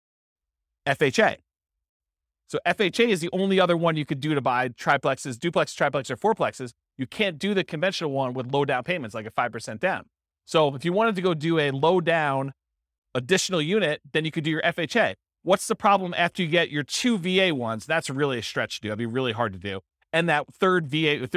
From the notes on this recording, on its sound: This was a live class recorded